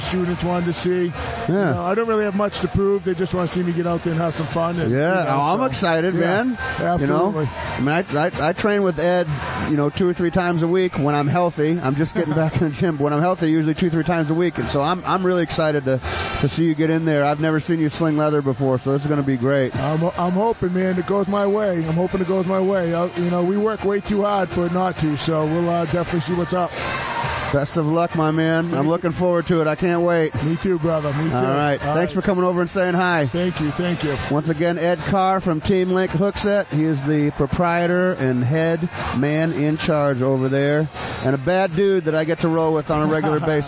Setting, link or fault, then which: setting, busy venue